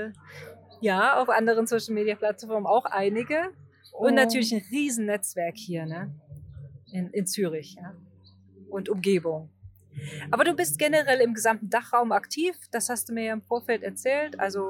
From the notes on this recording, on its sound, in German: Wurde dieses Wunder-Interview aufgezeichnet - mitten auf einer Parkbank in Einsiedeln in der Schwyz.